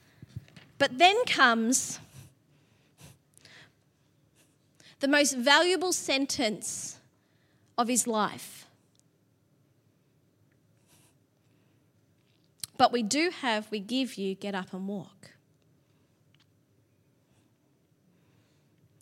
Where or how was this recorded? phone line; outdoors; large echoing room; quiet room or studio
large echoing room